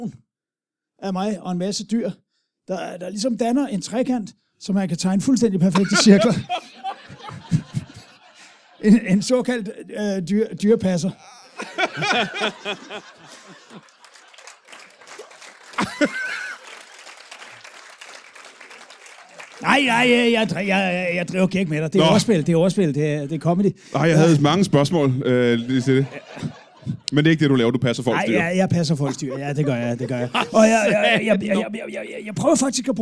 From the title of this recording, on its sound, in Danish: LIVE fra Holbæk